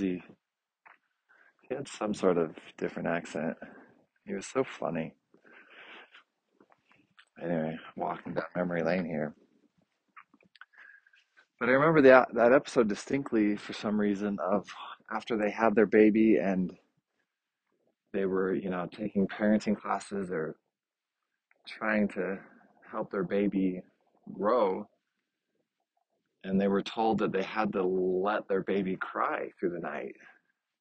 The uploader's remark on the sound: After a busy morning at work, I finally get outside to walk around the block.